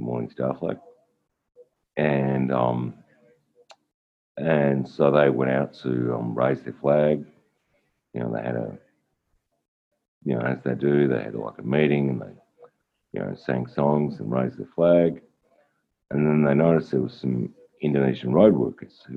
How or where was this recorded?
video call